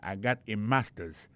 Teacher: Regardez bien pour voir que l'accent est tombé sur le premier syllabe là. · Term: accent tonique